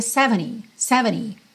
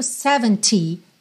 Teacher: Aqui a gente tem uma pronúncia bem britânica. Porque no inglês americano, esse T final praticamente não apareceria · Shown in: first take · A gente teria 70.